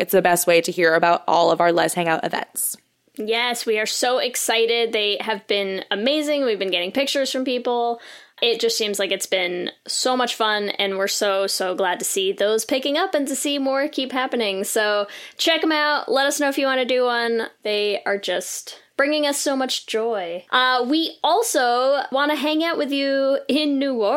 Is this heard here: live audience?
no